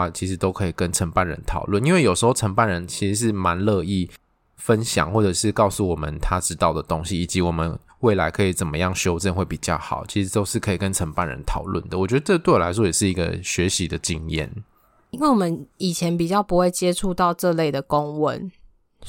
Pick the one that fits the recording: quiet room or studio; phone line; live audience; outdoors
quiet room or studio